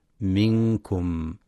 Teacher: ومخرج الميم من الشفتين بانطباقهما، والغنة صفة من صفات الميم التي لا تنفك عنها · Term: الميم الساكنة